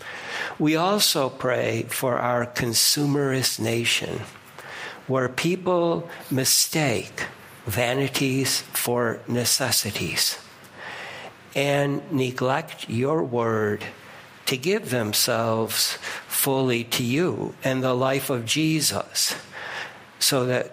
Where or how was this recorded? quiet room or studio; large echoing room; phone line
large echoing room